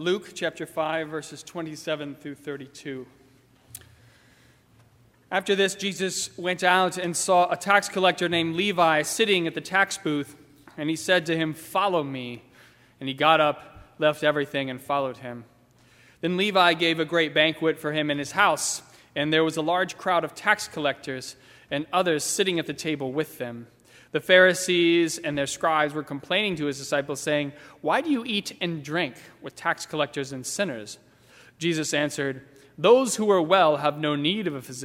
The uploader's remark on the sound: during the 10:30 AM service on Sunday May 26, 2019, at First Presbyterian Church of Arlington Heights, Illinois.